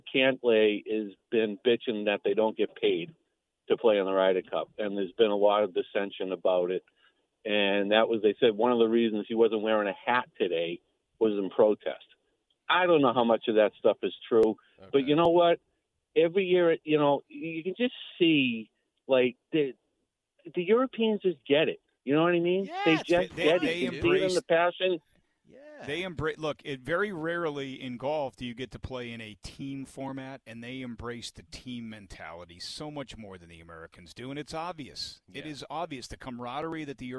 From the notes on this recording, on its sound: Take your calls texts and tweets live on the air.